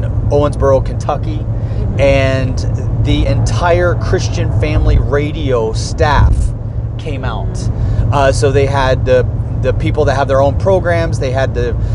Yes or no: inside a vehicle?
yes